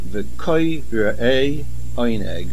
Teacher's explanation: the resh has a shivano and the main accent on the kuf. This is the rule of nasoig achor. · the main accent of the word v'koyre'e is on the kuf. Generally, the main accent would be v'koyre'e on the aleph.